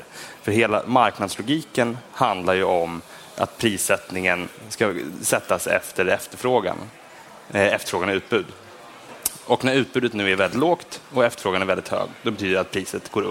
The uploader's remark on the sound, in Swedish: Detta avsnitt av Den ideologiska frågan är en livepodd från Almedalen